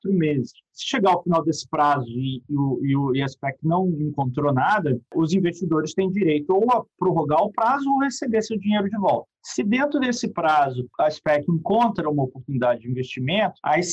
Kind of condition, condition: link, video call